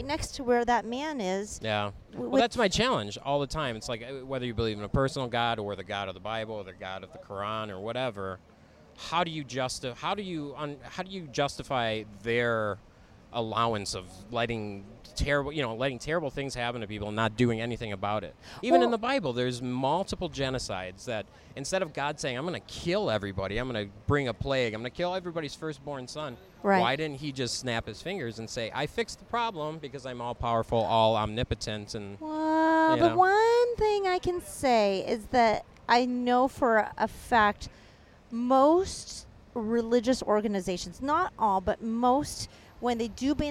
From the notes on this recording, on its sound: While walking around Hollywood Blvd.